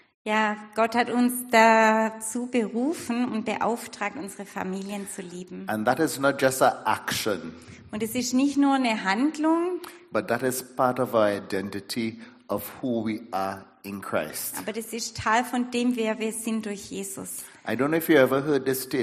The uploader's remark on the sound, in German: Predigt der Sueddeutschen Gemeinschaft Ditzingen.